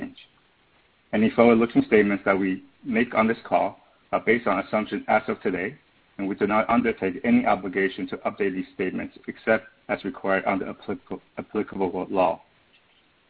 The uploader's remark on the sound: Earnings Conference Call